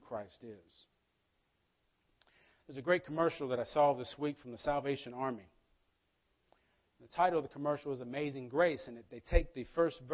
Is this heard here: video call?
no